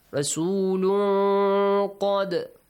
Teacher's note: Qaf matches the letters of ikhfa. Ikhfa says you should hide the sound of the tanween.